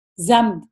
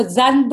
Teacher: ہائڈ بھی کریں گے میم کو، اور پھر با بولتے وقت لپس اوپن کریں گے · Shown in: first take · ضمب اس کو زنب نہیں کریں گے، ضمب تو یہاں گننا بھی کریں گے ہائیڈ بھی کریں گے. · Term: اقلاب